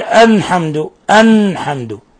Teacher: قلب اللام لام الحمد إلى نون